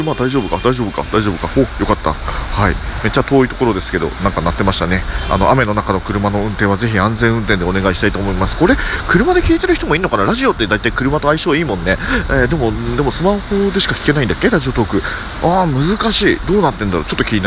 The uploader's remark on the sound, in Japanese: 今回はちょっと雑音まじりです！なぜなら暴風雨の中だからです！